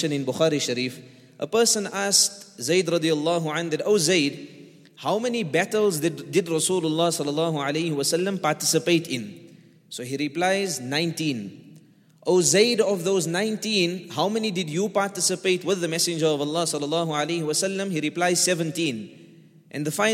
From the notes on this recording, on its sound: at the Houghton Masjid (West Street)